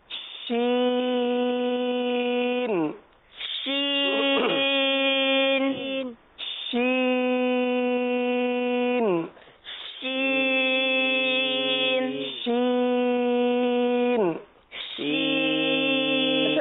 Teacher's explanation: اس میں یہ ہے کہ خیال یہ کرنا ہے کہ زبان کا درمیان اور تالو کا درمیان، صحیح، یہیں سے آواز نکلے اور منہ کے اندر پھیل کر پھر نکلے، صحیح، اور دونوں دانتوں کے اندر تھوڑا سا غیب ہو. · زبان کا درمیان اور اوپر کے تالو کے درمیان سے